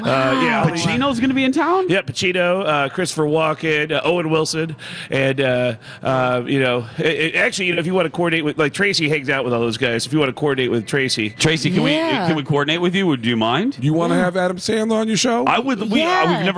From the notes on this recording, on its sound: Broadcasting live from the AC Hotel in downtown Minneapolis for the Super Bowl.